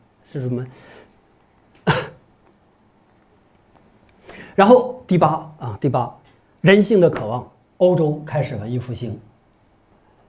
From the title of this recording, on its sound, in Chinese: 讲座录音